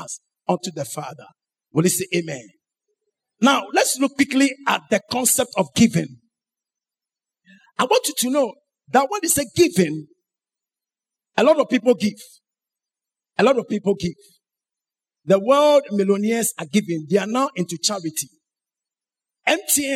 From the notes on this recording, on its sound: Sermon preached at CBC Adabraka Campus